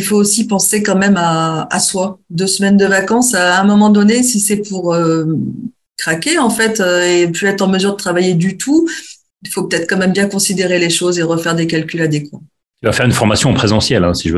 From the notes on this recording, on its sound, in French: a donné cette conférence en ligne dans le cadre d’un webinaire